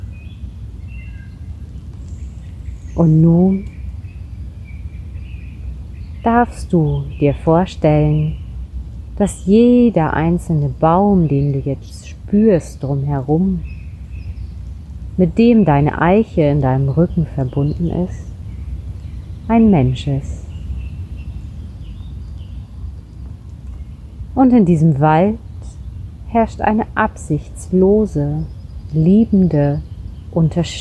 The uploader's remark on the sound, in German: Ich habe diese Meditation direkt in der Natur an einem besonderen Kraftort im Wald aufgenommen. Aus diesem Grund ist der Ton nicht ganz optimal und du wirst im Hintergrund Vogelgezwitscher hören.